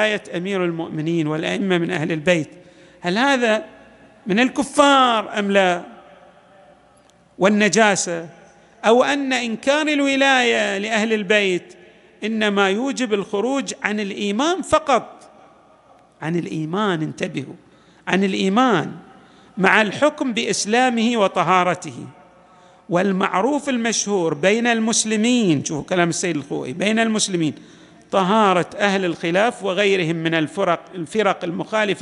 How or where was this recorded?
large echoing room